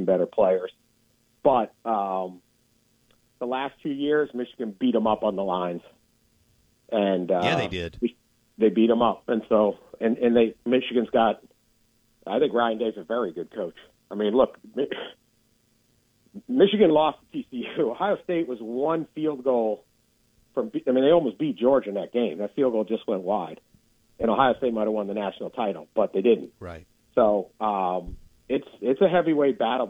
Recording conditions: phone line